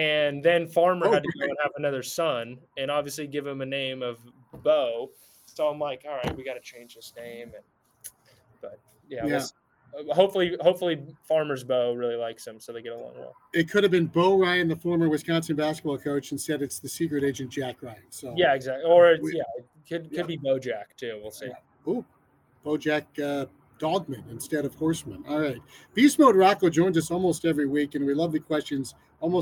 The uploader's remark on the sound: the sounds of Spring Training in Fort Myers